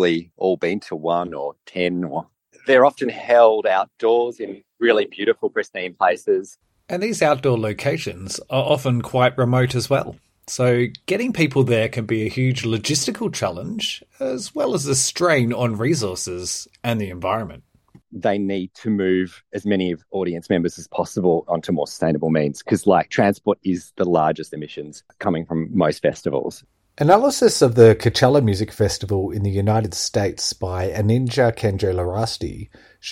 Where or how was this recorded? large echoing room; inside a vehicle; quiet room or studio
quiet room or studio